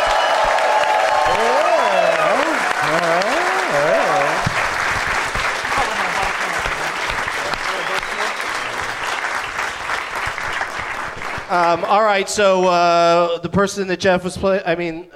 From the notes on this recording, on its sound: Live from Helium Comedy Club in St.